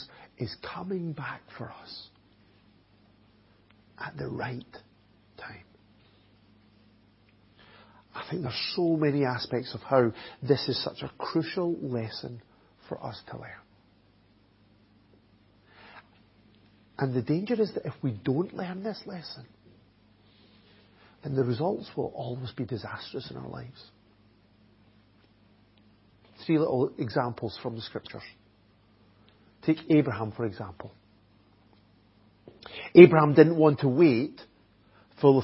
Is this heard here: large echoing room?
yes